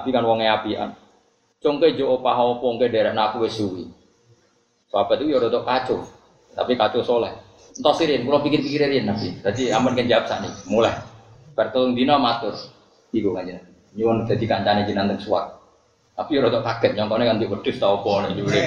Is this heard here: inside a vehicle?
no